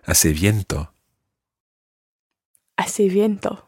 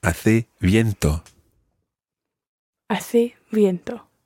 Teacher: In some parts of Latin America in particular, you will hear viento with a proper V sound. · Shown in: first take